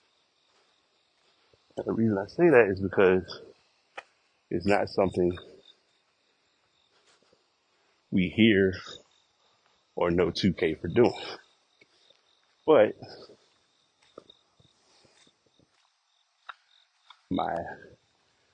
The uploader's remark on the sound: Walking Recording.